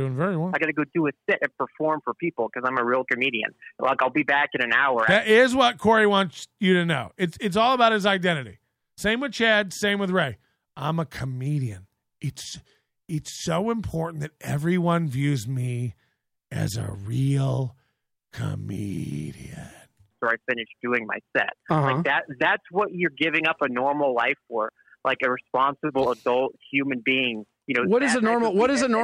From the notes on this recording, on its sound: By a fan over the phone.